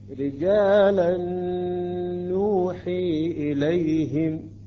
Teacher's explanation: بعد الإدغام تكون النون مشددة ويجب أن نتأخر مقدار حركتين